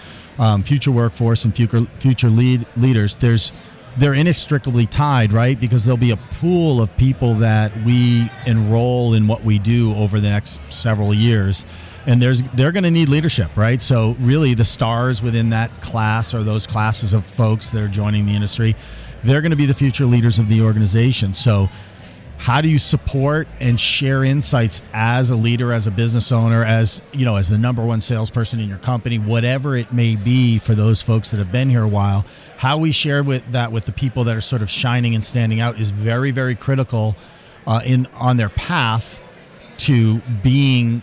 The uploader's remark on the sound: Live from Expo Expo 2022. From Downtown Louisville from IAEE Expo Expo.